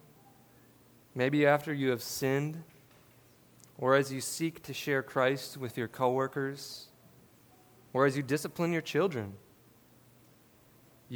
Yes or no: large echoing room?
yes